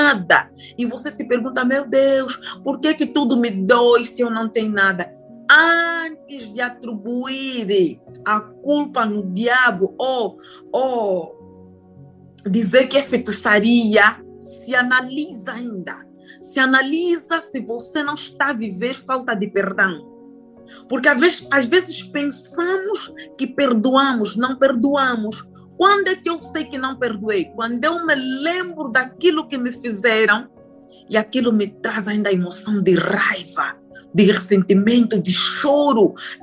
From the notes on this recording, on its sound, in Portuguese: GRAVADO VIA ZOOM.